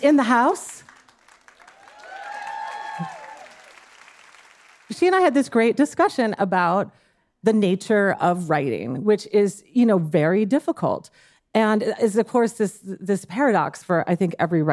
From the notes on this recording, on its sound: Dear Sugars returns to Portland, Oregon, for another raucous and uplifting live show. Ask the audience.